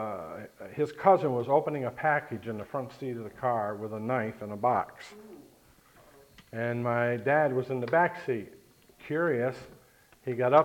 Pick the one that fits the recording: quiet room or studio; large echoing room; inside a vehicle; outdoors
large echoing room